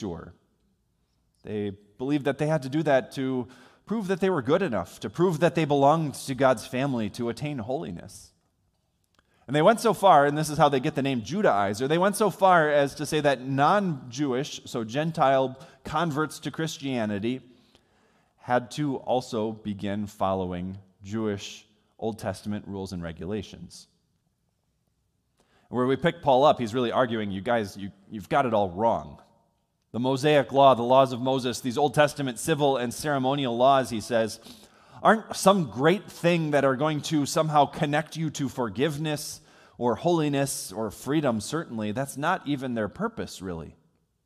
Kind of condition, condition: setting, large echoing room